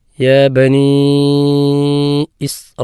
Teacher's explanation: നമ്മൾ സൂചിപ്പിച്ചിരുന്നു അവിടെ യാ ബനീ ഇസ്രായീല, അവിടെ മദ്ദുൽ ഫറായി രണ്ട് സ്ഥലത്ത് വരുന്നുണ്ട്. ബനി എന്നുള്ള നൂനിന് ശേഷമുള്ള യാലും അതുപോലെ തന്നെ റാഇന് ശേഷമുള്ള ആ അലിഫിലും അസാമാന്യമായി നീട്ടി ഓതേണ്ടതുണ്ട്. ആദ്യം വന്നത് യാ ബനീ ഇസ്, അവിടെ മദ് മുൻഫസിലും ഇസ്രായീല ഇസ്രായീല, അവിടെ മദ് മുത്തസിലുമാണ്.